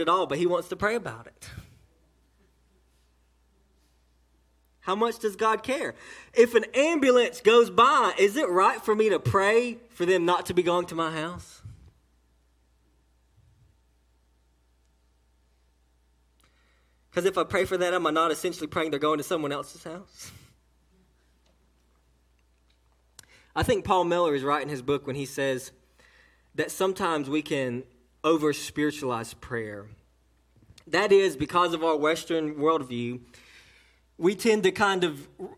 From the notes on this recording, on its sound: A message delivered to Cottondale Baptist Church in Eastman, GA